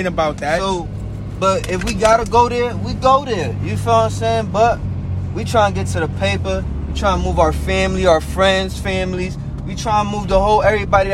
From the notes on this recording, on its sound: Live From Atlanta Most Prolific Records Is Out And About In The Peachtree City Getting a Bit Of Southern Hospitality While On The Go.